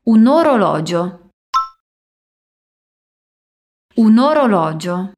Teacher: Presta atenção como unimos o som de un e orologio, falando quasi como se fosse uma palavra só.